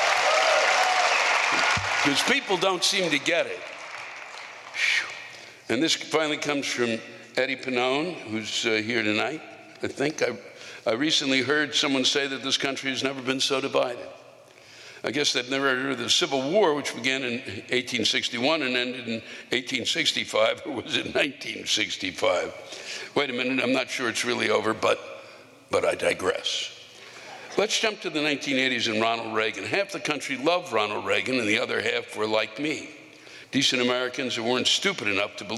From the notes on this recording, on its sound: The live rants come from the shows in Concord, NH, Boston, MA, and Providence, RI, three municipalities battling for bitterness supremacy.